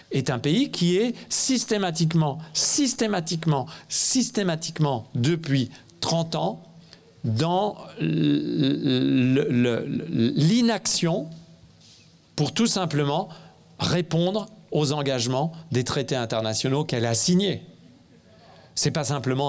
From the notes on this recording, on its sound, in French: Cette conférence fut enregistrée lors des Université d’été de la Preuve Par 7 au festival de Bellastock